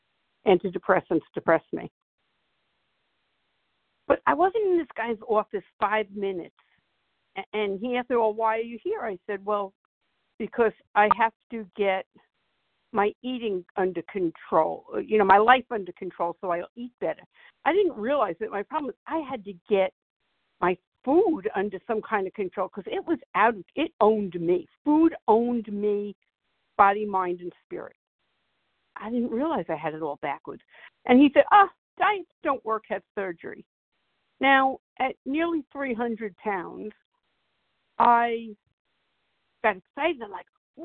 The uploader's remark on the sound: from the 100 Pounders Phone Meeting, 1/31/24.